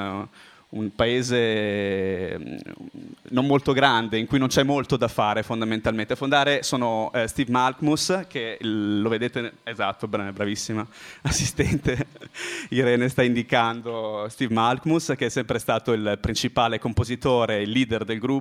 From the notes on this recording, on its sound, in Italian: all'Osteria di Fuori Porta di Padova il 15 aprile 2012 e trasmesso in diretta da Radio Bue, la radio dell'Università degli studi di Padova.